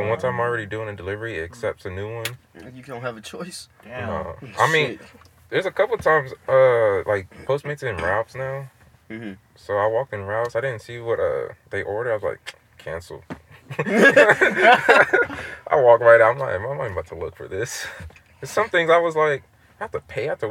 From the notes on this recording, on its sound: Three Dudes in the Car